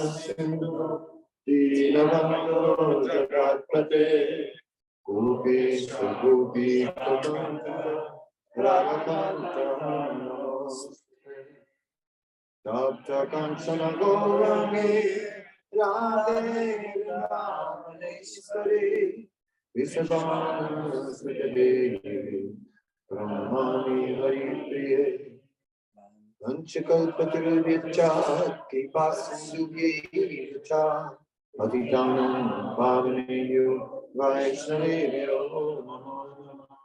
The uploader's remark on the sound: Zoom Meeting. Amsterdam.